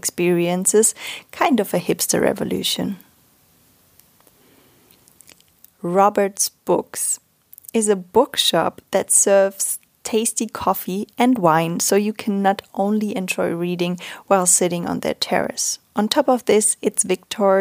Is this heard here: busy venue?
no